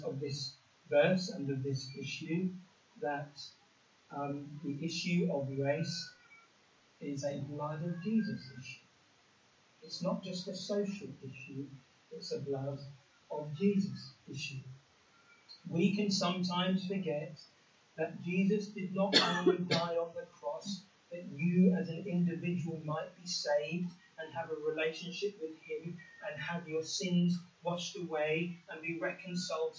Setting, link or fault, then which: fault, poor sound quality